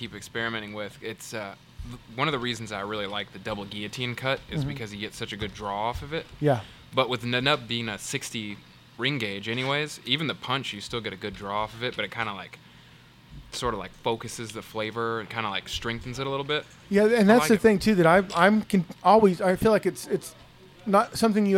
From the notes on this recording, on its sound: Live from the Tobacco Pouch in Tulsa, OK. Our 1st live recording from a cigar shop.